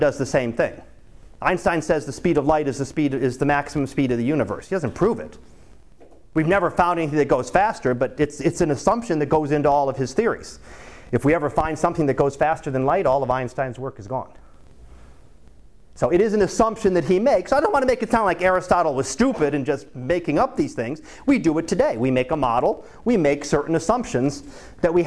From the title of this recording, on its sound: Live Class Lecture